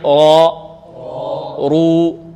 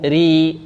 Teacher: المفتوحة والمضمومة مفخمة، والراء المكسورة مرققة